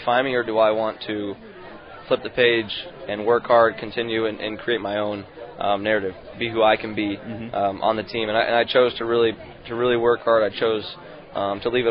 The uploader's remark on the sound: LIVE from PiratesFest Saturday afternoon at PNC Park